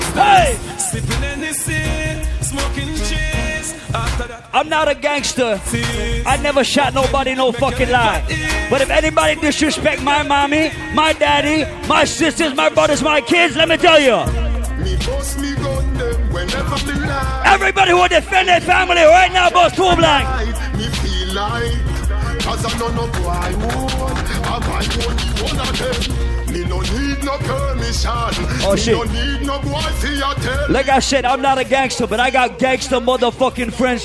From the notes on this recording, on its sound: LIVE AT HENNESSY FRIDAYS AT BLVD IN NYC ON FEB 17th